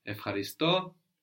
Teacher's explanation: So in ευχαριστώ, we have EU pronounced F, as in ευφορία, euphoria.